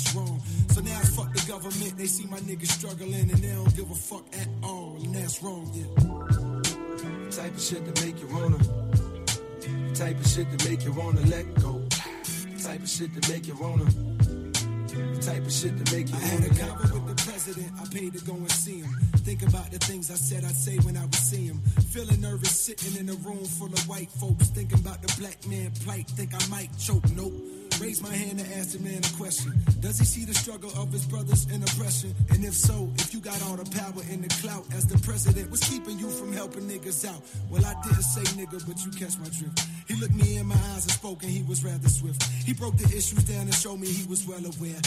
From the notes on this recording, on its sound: Here are some mixes we recorded at the Easter Weekend at Native Rebels Restaurant.